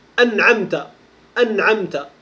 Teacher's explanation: نظهر الميم الساكنة من غير غنة ظاهرة · Term: الإظهار